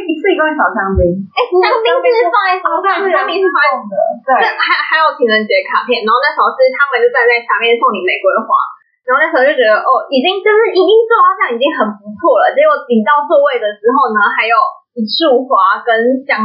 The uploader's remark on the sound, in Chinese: 因錄音當日設備及場地問題，音質欠佳